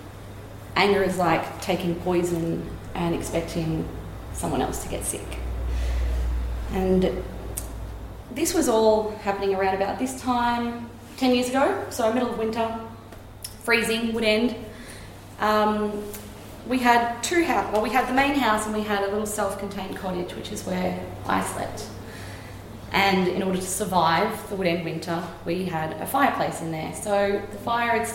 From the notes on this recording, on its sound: Recorded at Story Wise Woodend on August 2016.